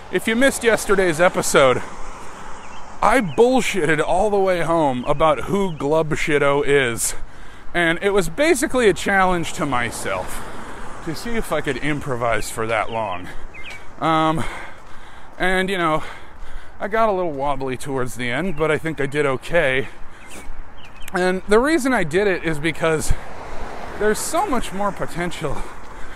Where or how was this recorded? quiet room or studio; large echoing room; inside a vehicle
inside a vehicle